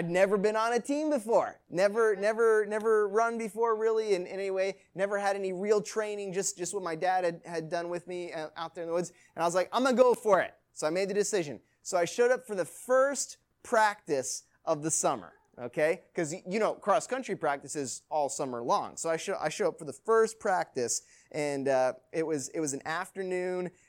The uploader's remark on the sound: Recording of Youth Message on 1-9-19 at Third Baptist Church, Marion, IL